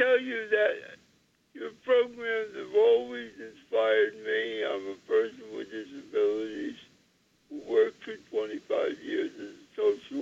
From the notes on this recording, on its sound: Call-in into the station.